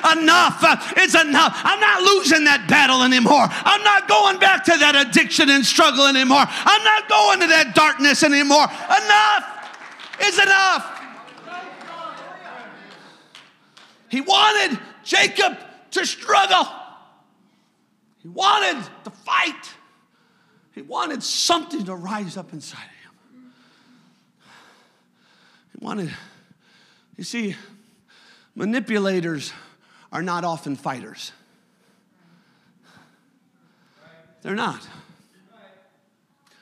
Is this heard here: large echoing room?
yes